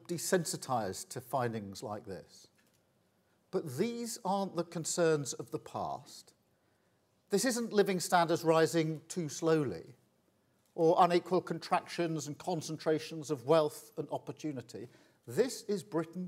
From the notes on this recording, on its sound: at the final report conference for The Economy 2030 Inquiry